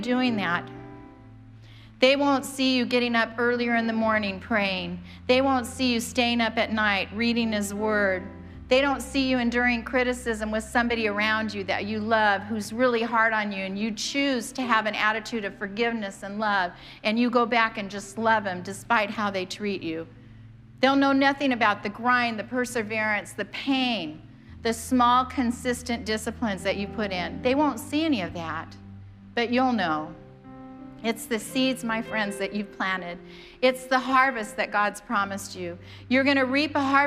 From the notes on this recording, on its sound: preached on January 2nd at the 11:30AM service